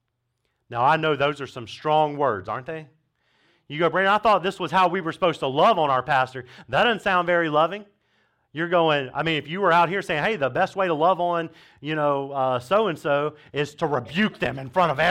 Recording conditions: large echoing room